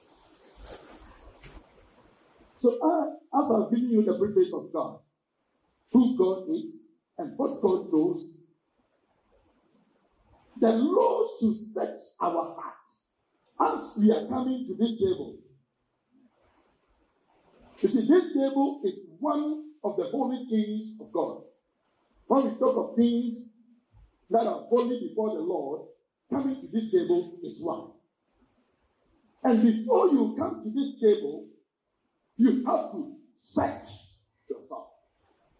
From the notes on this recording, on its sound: Sermon delivered at English Assebly